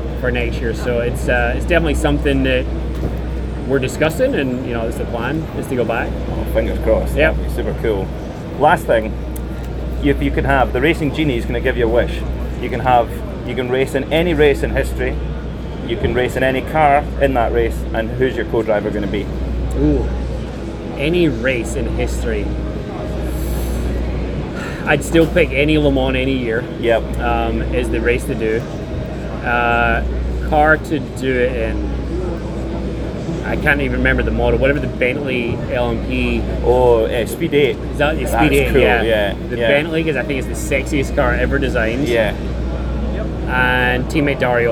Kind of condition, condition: setting, outdoors